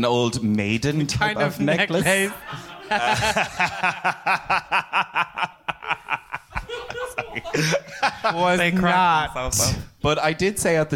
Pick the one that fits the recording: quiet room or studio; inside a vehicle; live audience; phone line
live audience